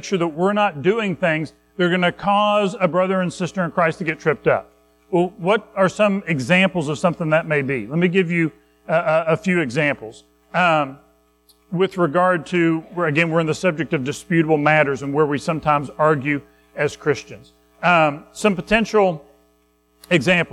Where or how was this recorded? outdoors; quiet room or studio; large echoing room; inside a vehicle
large echoing room